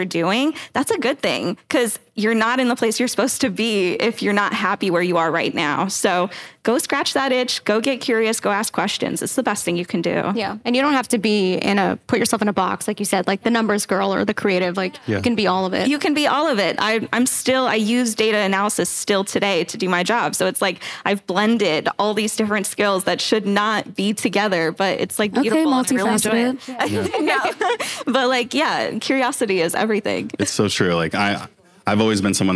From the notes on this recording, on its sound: This is a live recording from an event UNSTUCKKD and The Aster Hotel did for the Aster’s private members club in LA.